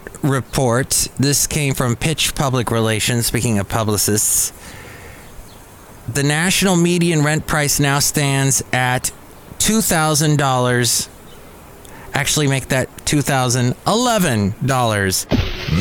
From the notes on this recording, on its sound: podcasts live from Café Anyway